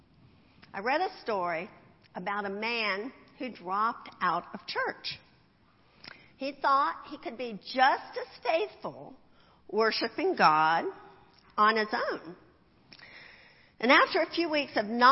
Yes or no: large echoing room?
yes